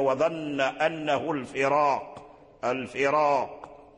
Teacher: الذي جعل الراء مفخمة هو القاف، لأن حرف القاف مفخم، قاف مفخم، فتفخيم القاف وتفخيمه قوي، فهذه القوة تسربت ورجعت حتى إلى الراء الذي تقدمه كسرون. · Term: تفخيم الراء